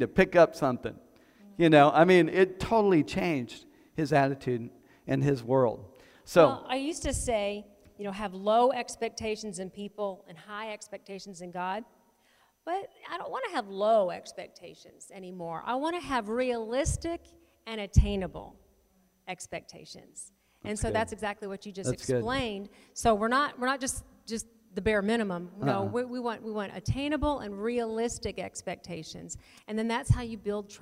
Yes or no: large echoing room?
yes